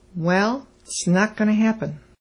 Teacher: notice that the T is almost completely dropped from its, and going to becomes gonna. · Term: normal contracted speech